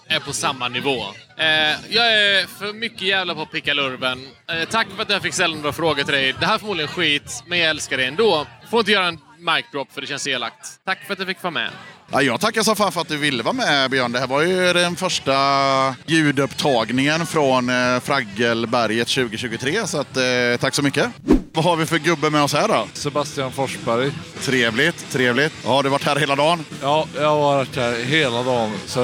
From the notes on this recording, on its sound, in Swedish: Close-Up Båten. Tar ett snack med besökare, artister och volontärer på Fragile Mountain Punk Festival i Göteborg.